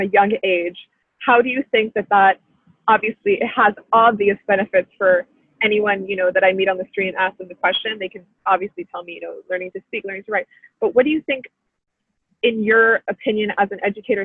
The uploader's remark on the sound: Our Day Off (ZOOM-edition).